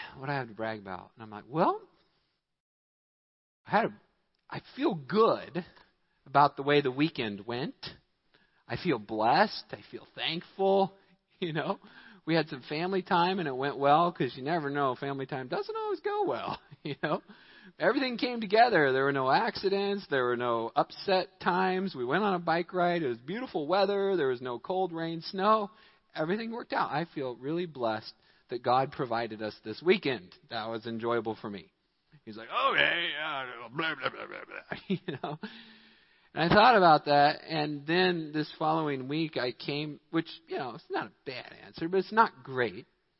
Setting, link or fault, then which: setting, large echoing room